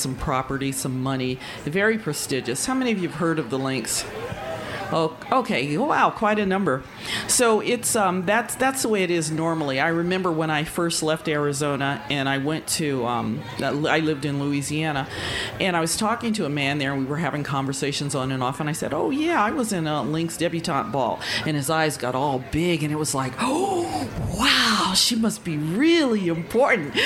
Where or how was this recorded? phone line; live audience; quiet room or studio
live audience